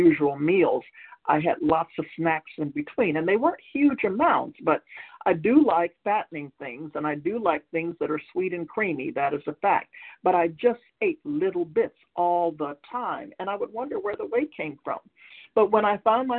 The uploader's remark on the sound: from the 100 Pounders Phone Meeting